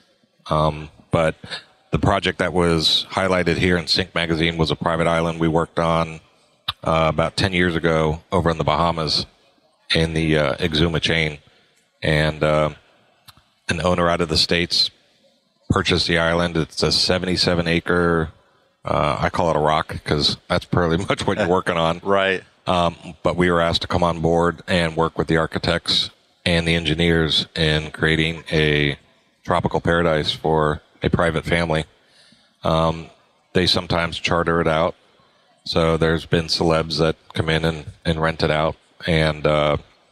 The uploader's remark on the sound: At Synkd Live